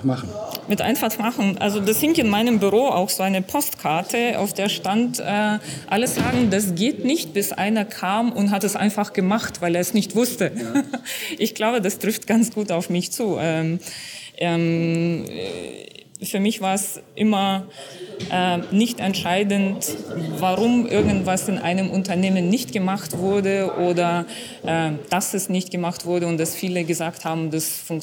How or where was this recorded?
busy venue